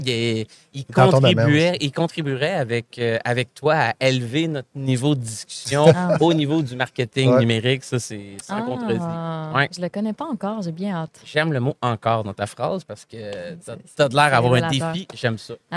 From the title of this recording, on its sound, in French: en direct de Stratégies PME